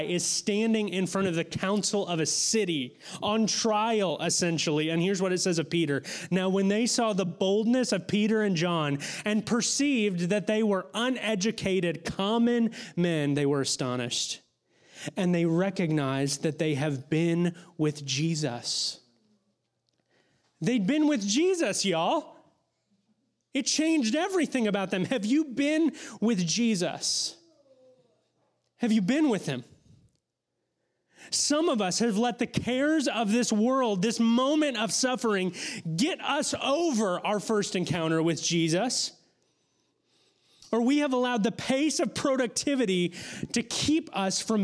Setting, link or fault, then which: setting, large echoing room